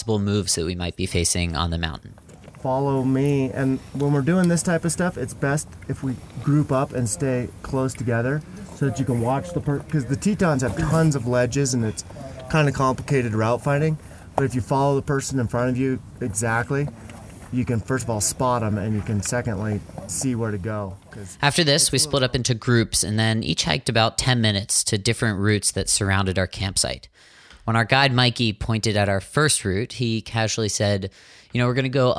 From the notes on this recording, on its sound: On these trips, I bring a portable recording device with me while I try to climb a mountain that’s outside of my comfort zone. Then you’ll hear about our experience climbing the Grand Teton with Jackson Hole Mountain Guides.